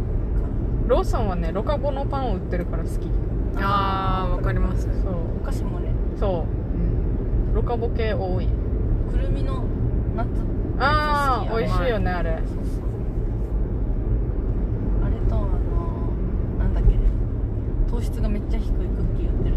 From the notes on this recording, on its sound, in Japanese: 狂言 を見に行った帰りにドライブ収録させていただいております。